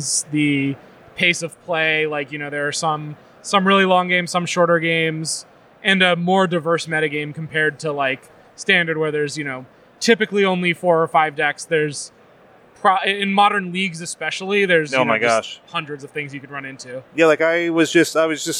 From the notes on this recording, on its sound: We come to you LIVE (well, sorta) from the recent MTG Las Vegas event